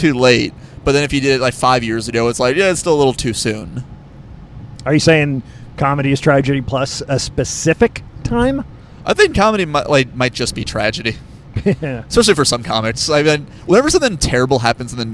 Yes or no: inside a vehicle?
yes